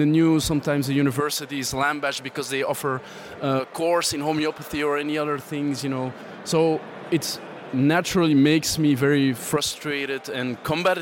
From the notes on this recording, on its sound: interviews recorded at the European Skeptics Congress 2019